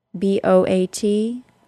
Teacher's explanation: In both episodes, I said that the long O is a two sound vowel and that it ends in a slight W sound